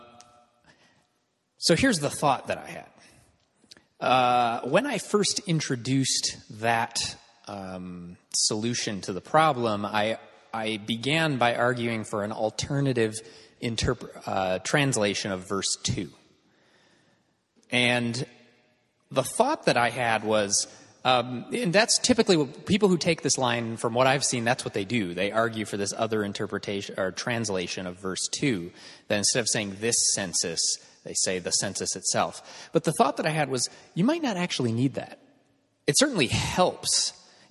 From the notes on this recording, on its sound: This is a recording of the week 4 of Part 1 of our in-person course